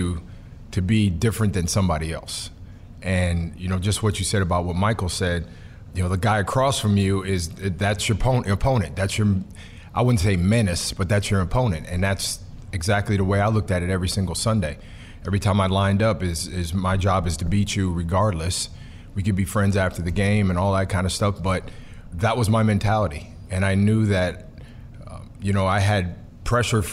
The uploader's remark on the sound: from the Pump Brothers Foundation Charity Gala